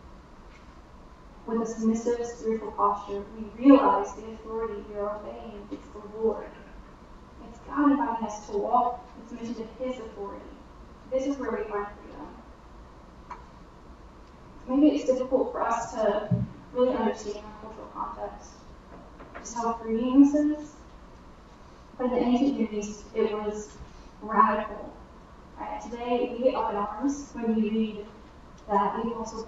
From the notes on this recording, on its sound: We apologize for the audio quality, the connection was bad.